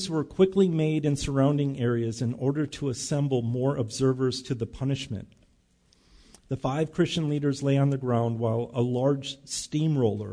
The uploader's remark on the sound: Recorded live at Bethany Bible Church on 5/19/19